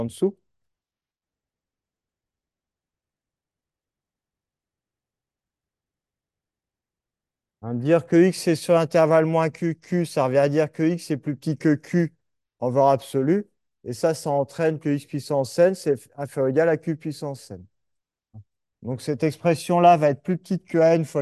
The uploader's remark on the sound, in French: Captation du cours. Reprise à de l'image à 9:40 et du son à 10:00.